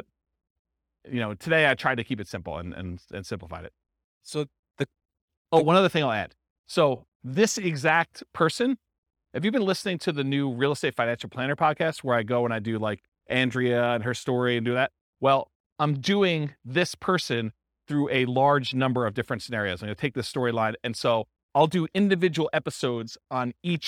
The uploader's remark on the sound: This was a live class recorded